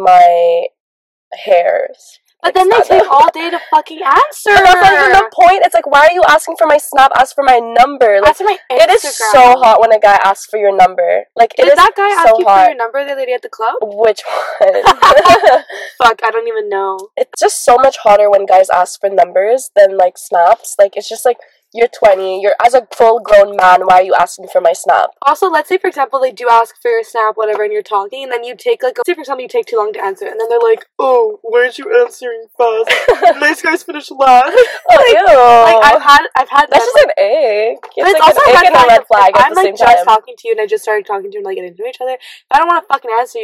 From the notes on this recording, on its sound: Bear with us, the audio will get better with time